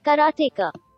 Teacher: Every syllable had the same emphasis.